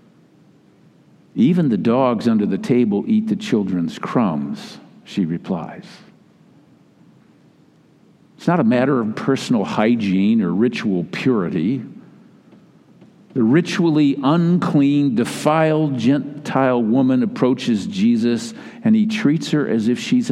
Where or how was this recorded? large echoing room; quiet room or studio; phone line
large echoing room